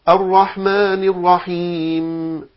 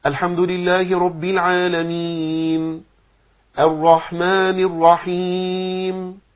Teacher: طبعا ده خطأ، كأنك بتدي فيها غنة وهذا لا يجوز، ولكن تقف على الميم بإطباق الشفتين بس عند مخرج الميم · Shown in: second take